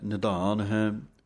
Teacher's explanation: ਨਿਧਾਨ ਪਾਠ ਜੋ ਹੈ ਧੱਦੇ ਦੇ ਨਾਲ ਬੋਲਣਾ ਹੈ ਭਾਰਾ ਕਰਕੇ, ਨਿਧਾਨ ਪੋਲਾ ਨਹੀਂ ਪੜ੍ਹ ਦੇਣਾ।